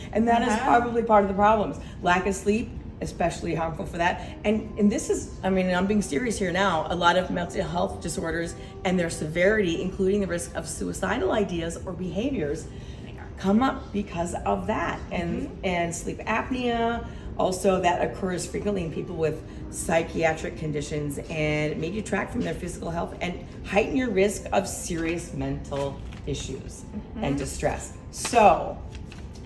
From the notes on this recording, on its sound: Say Too Much LIVE From Music Therapy! We went LIVE from our Music Therapy event.